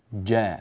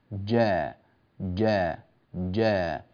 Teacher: أنبهك تنبيهين، الجيمات عندك يا حبيب ليست شديدة، نحن نريد للجيم أن تكون شديدة، معنى شديدة يعني صوتها مكتوم ثم ينفجر